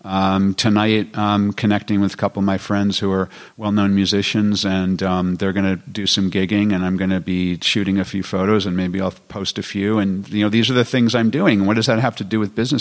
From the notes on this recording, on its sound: Are you ready for a special live podcast episode from HubSpot Inbound 2018 where 27k marketers gathered in Boston Massachusetts to talk about the future of inbound marketing?